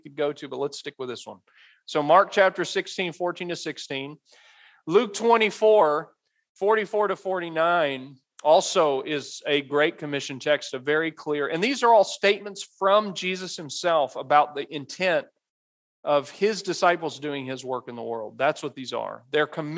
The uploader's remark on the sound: Message delivered at Immanuel Baptist Church in Springdale, AR on October 22, 2022